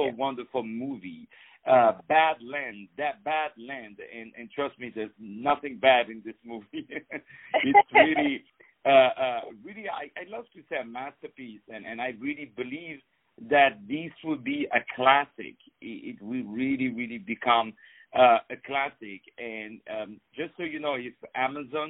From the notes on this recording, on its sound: On the phone